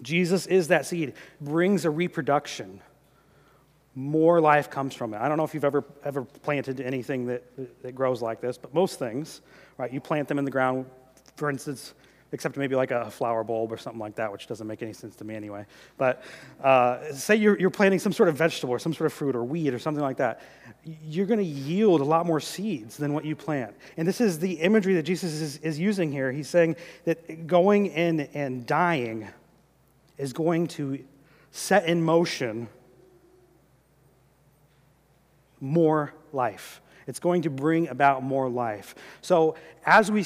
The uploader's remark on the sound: during the 2018 Good Friday service